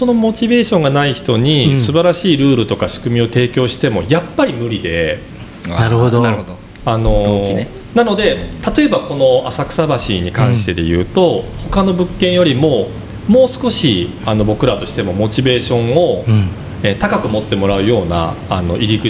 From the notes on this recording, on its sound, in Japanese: 浅草橋出張収録編。前回と同様、浅草橋（東京都台東区）にある国際交流シェアハウス『ボーダレスハウス浅草橋1』の1階のオープンカフェに御邪魔しました。後方でリスナーが飲み食いしながら聴いている公開収録型なので、少々ワイガヤが入っていますが。